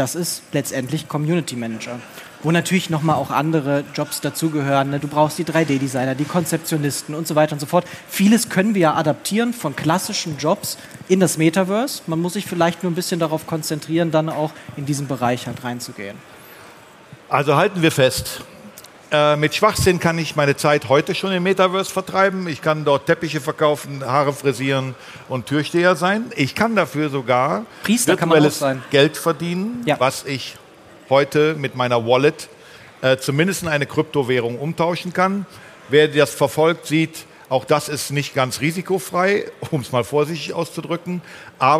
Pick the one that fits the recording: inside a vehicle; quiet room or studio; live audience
live audience